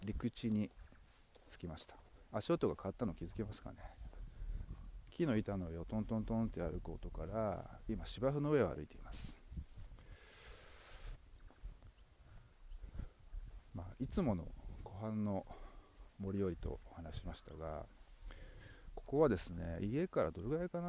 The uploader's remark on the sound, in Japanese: 大地の音と湖畔ウォーク。原生林に囲まれた湖畔を歩きながらのドキュメンタリーモノローグ。